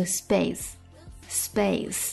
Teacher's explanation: 清辅音 s 跟着清辅音 p p 浊化成 b